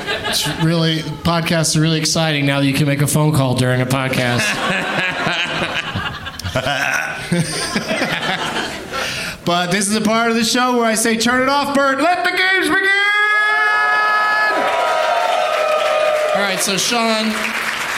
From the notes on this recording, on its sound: Live from Hyena's Comedy Nightclub in Dallas